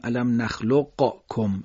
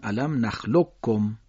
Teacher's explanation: خب علم نخلقکم مما مهین، در سوره مرسلات قاف در کاف ادغام میشه، قاف رو حذف میکنیم، کاف رو تشدید میدیم، قاف رو قلقله نمیدیم · Shown in: second take · نمیگیم علم نخلقکم، اینجور نمیگیم، میگیم علم نخلقکم.